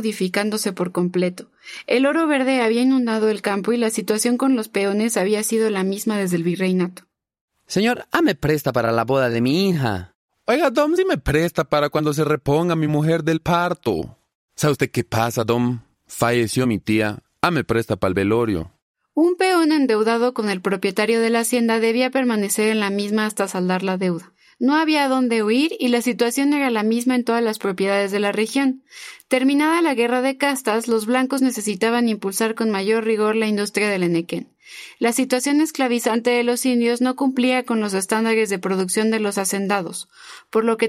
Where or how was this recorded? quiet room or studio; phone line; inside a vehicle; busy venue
quiet room or studio